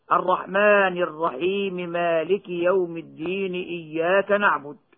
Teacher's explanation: فإذا وصل الكلام زال السكون وصار المد مدا طبيعيا هكذا: الرحمن الرحيم مالك يوم الدين إياك نعبد.